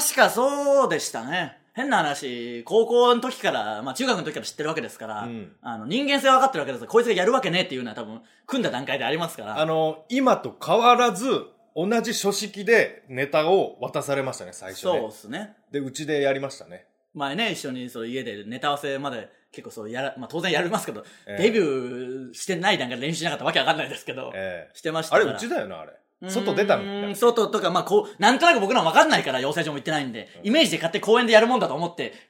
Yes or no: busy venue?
no